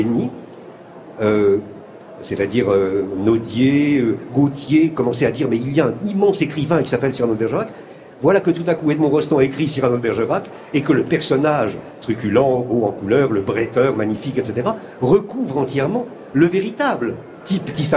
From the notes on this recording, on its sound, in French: C’est en direct depuis le Salon du Livre à Paris que nous ouvrirons notre émission.